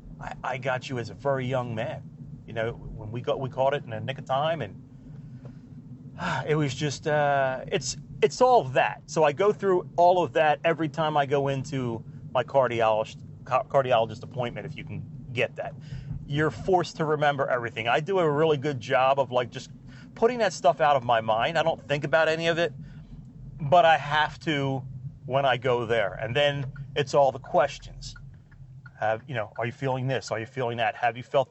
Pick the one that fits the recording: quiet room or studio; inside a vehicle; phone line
inside a vehicle